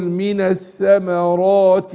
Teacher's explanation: الراء مفتوحه هنا فتفخم